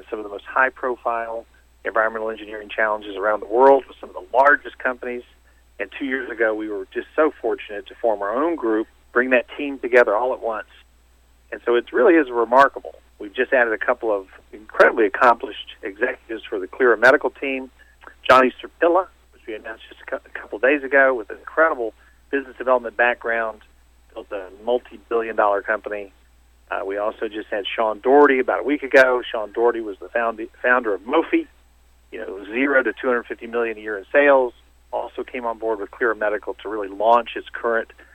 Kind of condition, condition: link, phone line